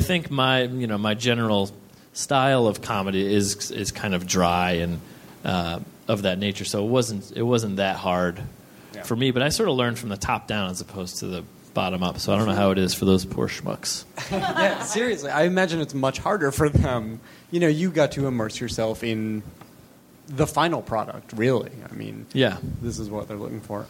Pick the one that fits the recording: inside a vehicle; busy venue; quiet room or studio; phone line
busy venue